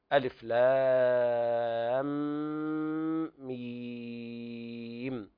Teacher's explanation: لام هجاؤها على ثلاثة أحرف وسطها حرف مد، وجاء بعدها ساكن صحيح أصلي في الوصل والوقف، فيمد الألف ست حركات للتخلص من التقاء الساكنين. ثم يأتي بعدها ميم، وهنا الميم الأخيرة ساكنة وقبلها ياء مادية ساكنة، فاجتمع ساكنان أيضا نتخلص من التقاء الساكنين بإطالة الصوت ست حركات. · Term: مد لازم حرف مثقل